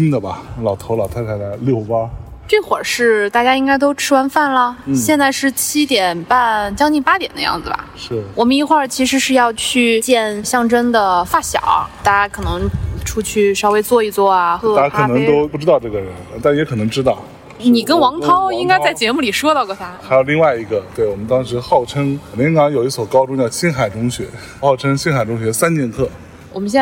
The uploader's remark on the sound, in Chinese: 在中秋之日的傍晚时分，在连云港的小河旁，他们边散步边聊天，便录制了这期伴随着自然环境音的“路边风”。